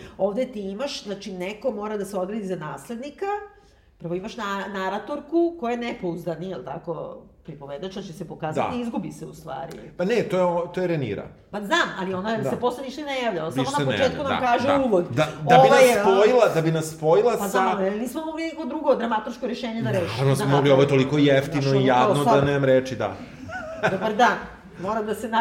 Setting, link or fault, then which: setting, live audience